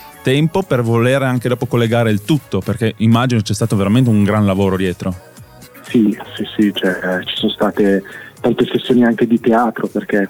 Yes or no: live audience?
no